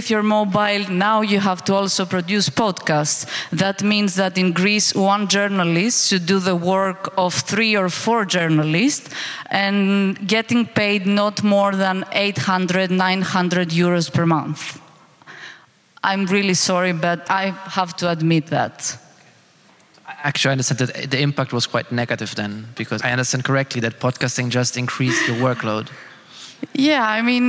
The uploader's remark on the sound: Recording of a panel debate held on the 12th of October at Bozar in Brussel. Organized by Sphera Media Lab and Arty Farty.